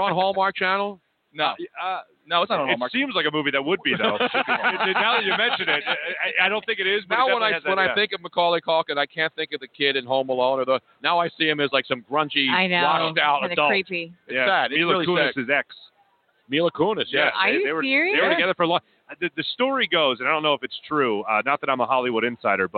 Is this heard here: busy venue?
yes